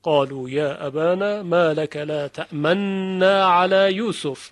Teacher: قالوا يا ابانا ما لك لا تأمنو نا اینطوری بوده. سپس نون اول ادغام می شود در نون دوم و ادغامش هم از نوع ادغام کبیره. پس در قرآن هم به صورت مشدد نوشته شده با یک نون.